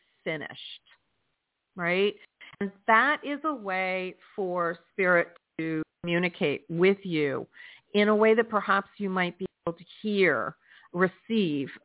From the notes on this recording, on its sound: in response to callers' questions.